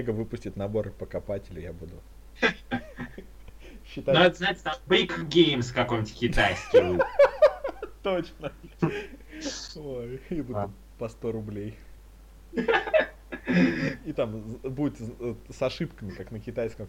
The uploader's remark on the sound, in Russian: Это старый выпуск подкаста, не имеющий чёткого формата, записанный в не очень высоком качестве.